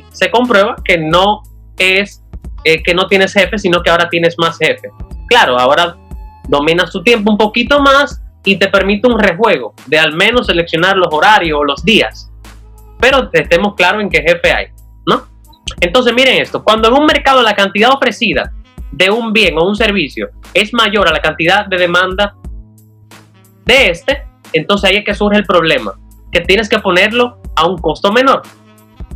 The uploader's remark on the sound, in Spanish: Aquí te dejo una compilación de algunas partes de la conferencia online. Que di vía zoom al equipo de DOers y sus invitados.